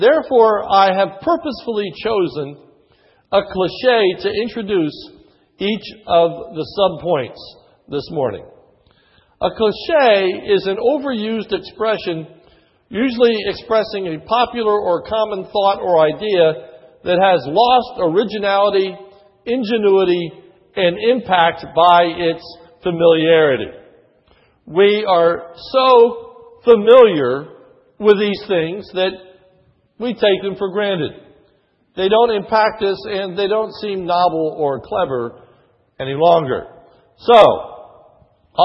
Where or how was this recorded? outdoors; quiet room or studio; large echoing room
large echoing room